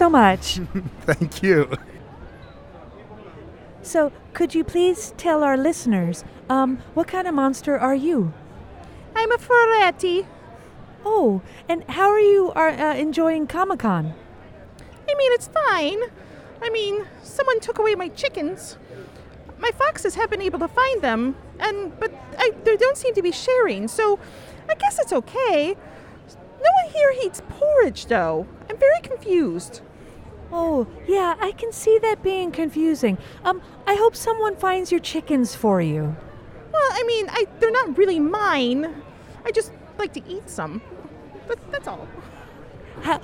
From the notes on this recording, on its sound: Special Minisode from San Diego Comic-Con! This week is really something special, a series of recordings from the floor at SDCC!